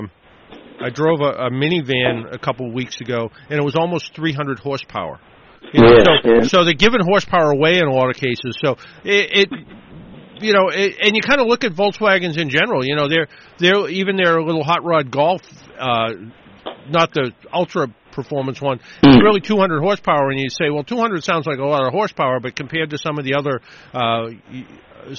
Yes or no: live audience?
no